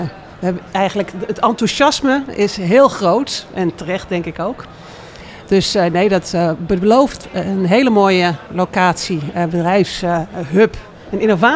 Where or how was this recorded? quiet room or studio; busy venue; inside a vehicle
busy venue